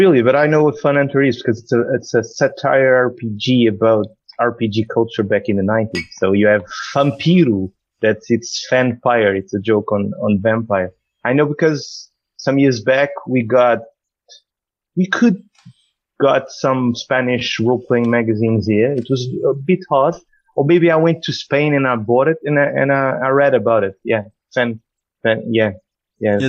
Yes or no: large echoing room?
no